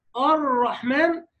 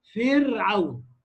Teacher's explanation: ترتفع وتتصعد مؤخرة اللسان إلى جهة الحنك الأعلى. أما الراء المرققة فمؤخرة اللسان تستفل، أي إلى أسفل الفم · Term: تفخيم الراء